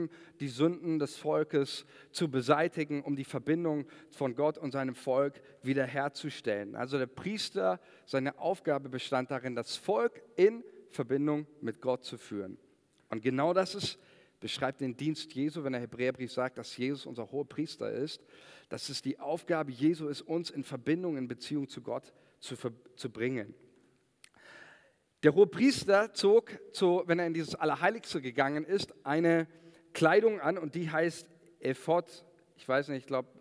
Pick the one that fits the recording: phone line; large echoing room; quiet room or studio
large echoing room